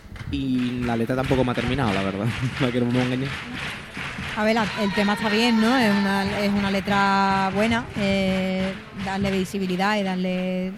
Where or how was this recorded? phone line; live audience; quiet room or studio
live audience